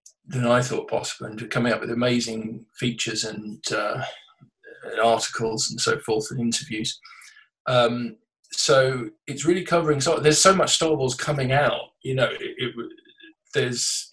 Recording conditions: video call